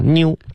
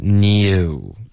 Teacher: Can you 这个妞妞的这个滑动呢，是靠你的嘴巴里面的动作，妞妞，你可以就是不动任何嘴唇的动作发妞，对吧？可是英文的是 new，然后这个 you 的这个滑动就是靠嘴唇的 · Shown in: second take